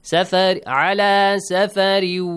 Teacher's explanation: Ala safarin, tanween plus waw. Merge the sound of tanween sound with waw. · Term: idgham